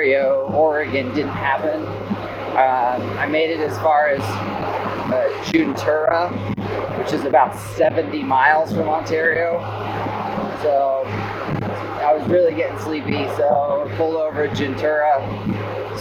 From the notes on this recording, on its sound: Update 1 from the road. Please excuse the poor audio quality. He gives you his thoughts as he travels.